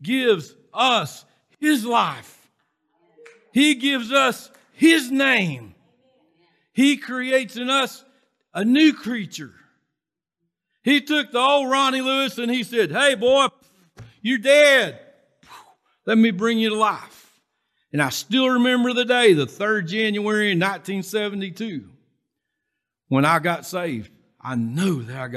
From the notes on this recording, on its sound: Recorded from South Gate Fellowship in Duncanville, TX on Sunday, November 14, 2021.